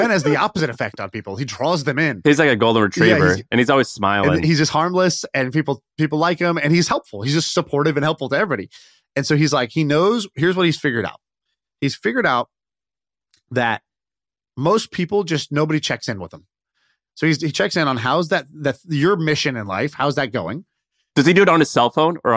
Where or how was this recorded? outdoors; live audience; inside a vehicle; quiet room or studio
quiet room or studio